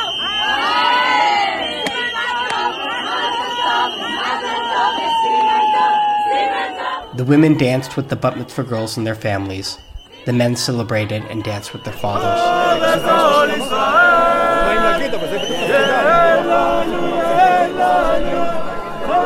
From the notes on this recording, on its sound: At the Western Wall. Took his recording gear into the crowd to bring us this special on-the-ground report.